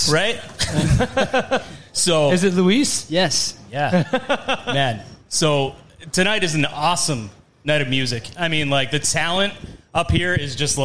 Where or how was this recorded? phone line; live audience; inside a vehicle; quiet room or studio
live audience